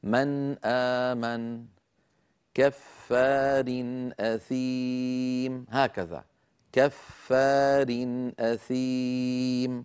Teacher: لاحظوا أنني عندما أنطق الأمثلة لا أزيد في زمن النون، يعني ولا أجعل دمجا بين النون والهمزة، بل تبقى النون مستقلة تمام الاستقلال عن الهمزة ولا زيادة في غنتها · Term: إظهار